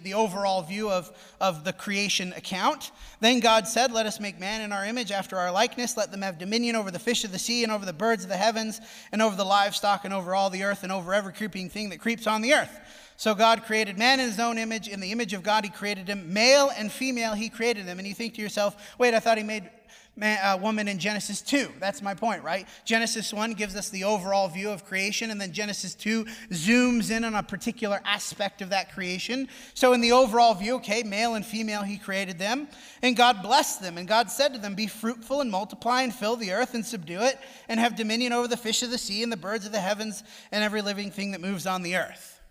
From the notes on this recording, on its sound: Preached at the Dewey Church of Christ on May 17, 2020.